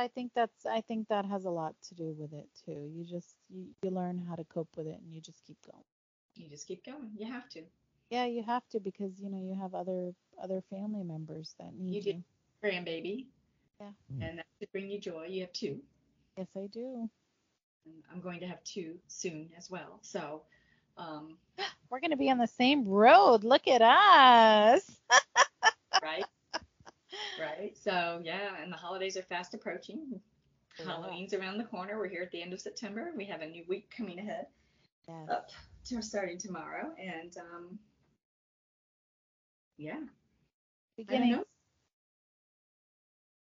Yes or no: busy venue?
no